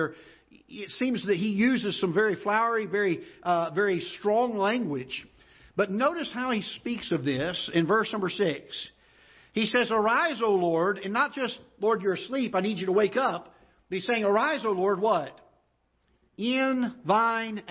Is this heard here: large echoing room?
yes